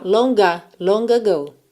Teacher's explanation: na segunda, eu uso esse G para ligar na vogal A.